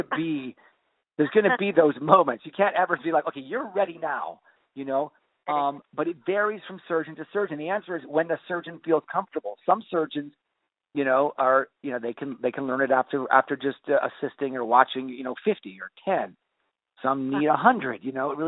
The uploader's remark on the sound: I had the opportunity to do a phone interview.